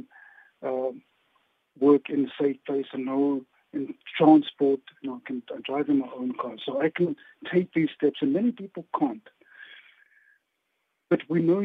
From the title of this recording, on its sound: Guest on the line